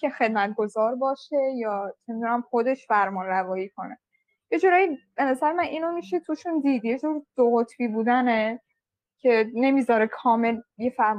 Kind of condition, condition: link, video call